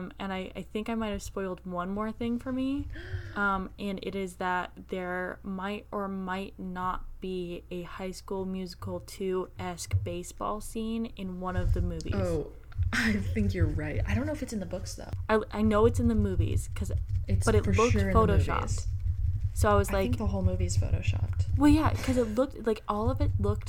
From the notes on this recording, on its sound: her mod podging was closer to the mic than she was